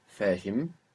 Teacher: it's not the breathy H, it's like an English H, much thinner, let's say, fahim.